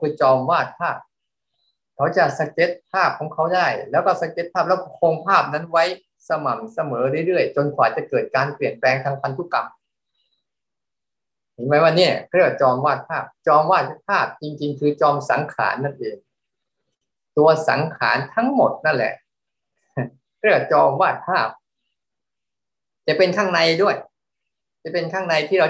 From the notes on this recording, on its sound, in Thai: เป็น 1 ใน 3 คอร์สออนไลน์ (ผ่านโปรแกรม Zoom).